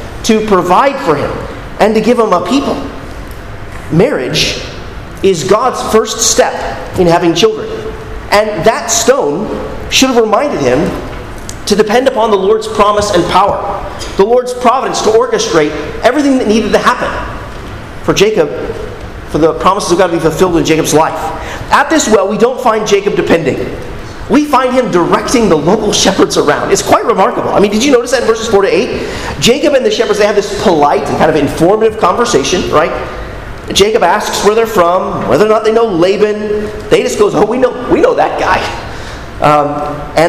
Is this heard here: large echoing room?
yes